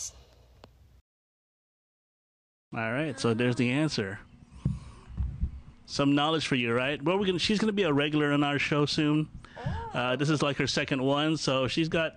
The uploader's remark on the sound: How it's like to podcast with a small device and two mics. Recorded on location at Indian Boundary Park in Bolingbrook, IL.